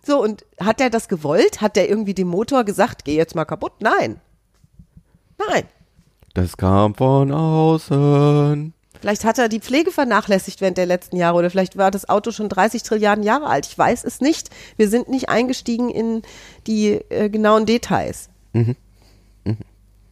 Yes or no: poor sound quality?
no